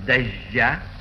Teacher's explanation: также произносим «дождя» с мягким «ж»